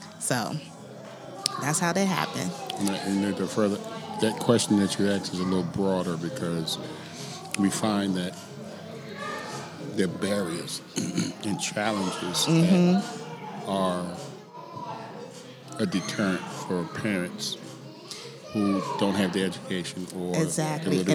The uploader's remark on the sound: Interviews happened onsite at the Washington DC Metropolitan Police Department during the annual community Book Bash event.